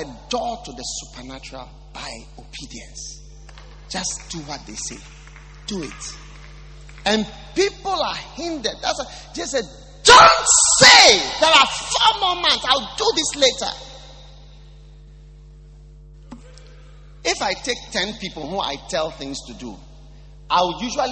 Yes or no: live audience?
yes